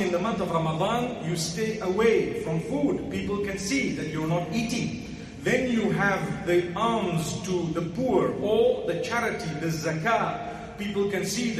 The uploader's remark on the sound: Jumuah Lecture 1 Nov 2019 Masjid Al Falaah Harare, Zimbabwe